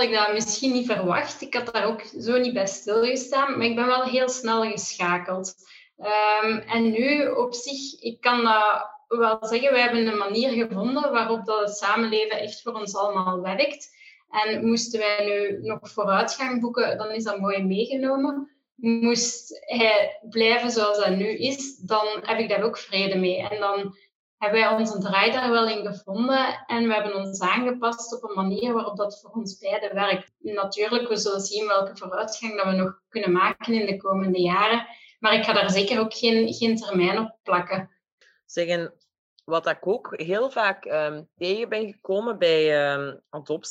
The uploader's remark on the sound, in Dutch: In deze aflevering (online opgenomen)